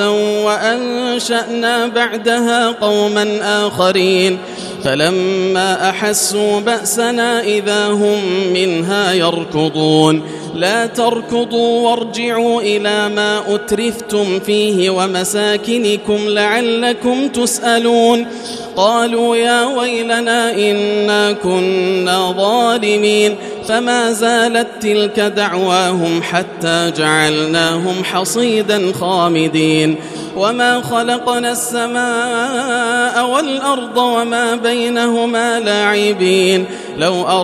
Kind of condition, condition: setting, large echoing room